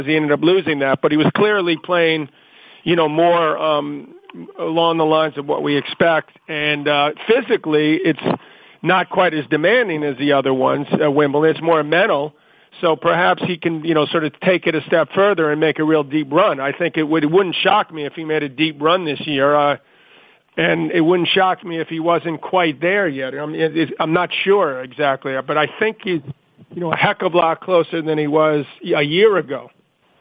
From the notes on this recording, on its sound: Wimbledon Conference Call.